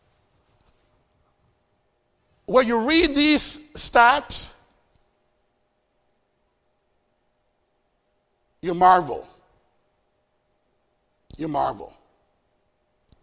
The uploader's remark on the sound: Faith Baptist Church in Hamilton, NJ.